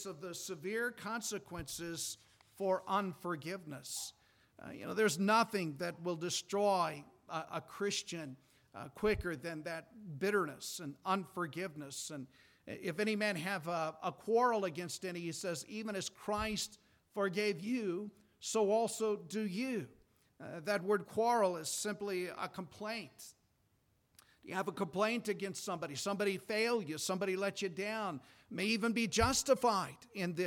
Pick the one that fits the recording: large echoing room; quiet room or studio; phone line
large echoing room